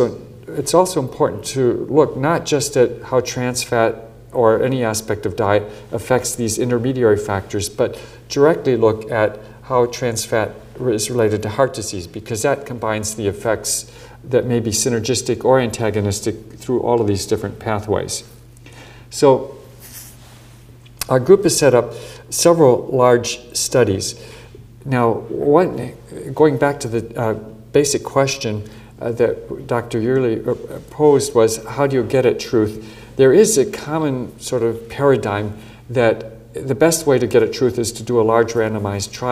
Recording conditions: large echoing room